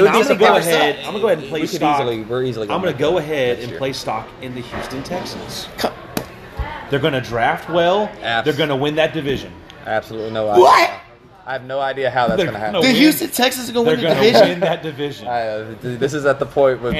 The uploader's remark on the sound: Live at Macados